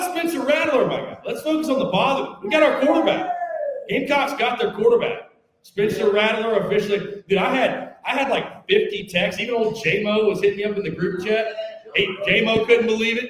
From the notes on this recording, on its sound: All live from Tin Roof in The Vista.